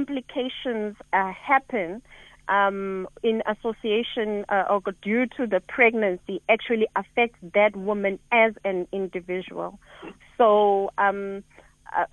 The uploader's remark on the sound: Guest on the phone